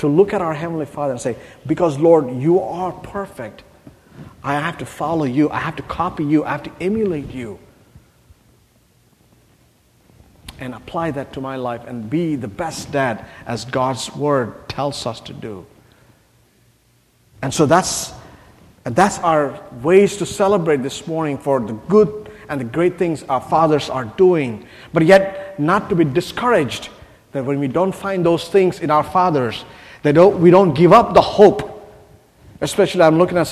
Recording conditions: large echoing room